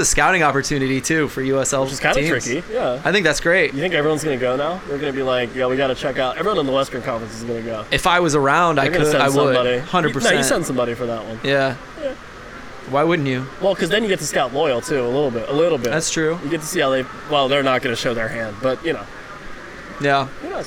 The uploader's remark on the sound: Joins the show in Baltimore from the United Soccer Coaches Conference.